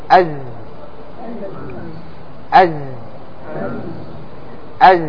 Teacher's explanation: ليس فيه هواء، الزاي ليس فيه هواء، فعاكس السين في الجهر